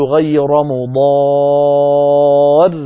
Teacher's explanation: لو وصلنا سنقول غير مضار، فإذا هو مد لازم كلمي مثقل يمد بمقدار 6 حركات